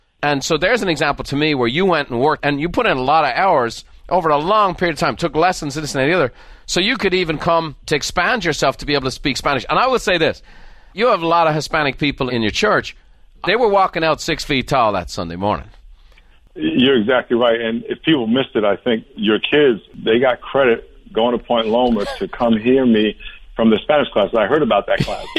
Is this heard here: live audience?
no